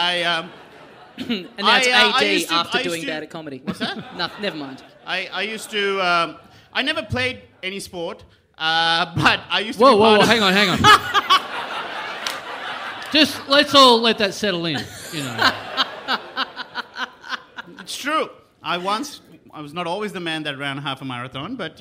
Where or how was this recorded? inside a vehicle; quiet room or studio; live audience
live audience